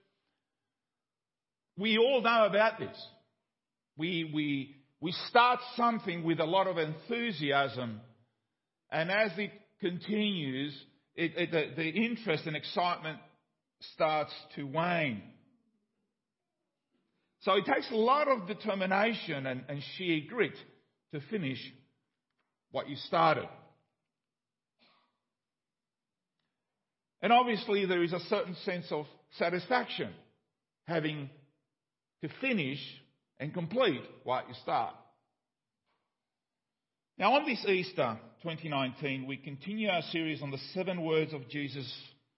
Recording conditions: large echoing room